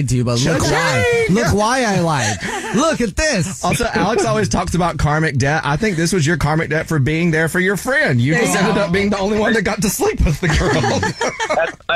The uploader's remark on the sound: The man on the phone